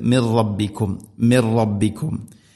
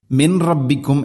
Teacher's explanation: നൂനുസാക്കിനയ്ക്ക് ശേഷം റാ ഇത് ഗം ബിലാഗുന്ന മണിക്കാതെ കൂട്ടി ലയിപ്പിക്കുക · Shown in: first take · അപ്പോൾ പറയണം ചെയ്യേണ്ടത് ഓതേണ്ടത് മിർ റബ്ബിക്കും മിർ റബ്ബിക്കും മിൻ റബ്ബിക്കും എന്നല്ല മിർറാ മിർറാ.